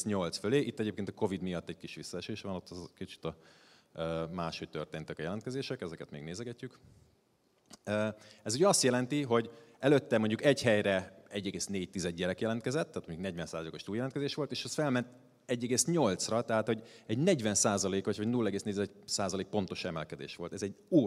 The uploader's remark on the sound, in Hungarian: A hatodik Qubit Live-on tartott előadásában.